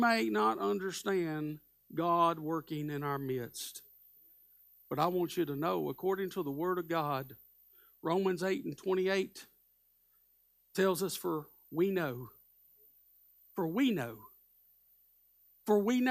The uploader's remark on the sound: Live Sunday Morning Service